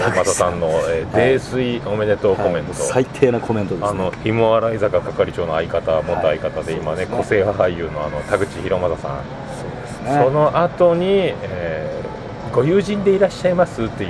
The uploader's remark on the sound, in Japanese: 録って出しでございます。2年連続でヒルトンの高額軽食とコーヒーを楽しみついでに収録をしております。